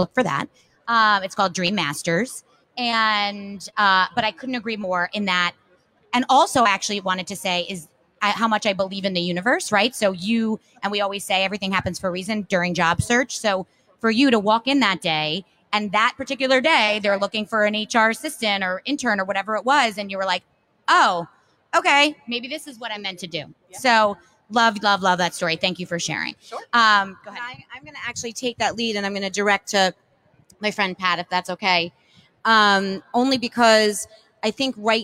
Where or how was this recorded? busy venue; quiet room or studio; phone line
busy venue